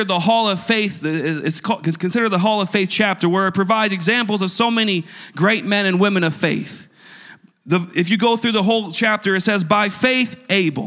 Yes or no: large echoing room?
yes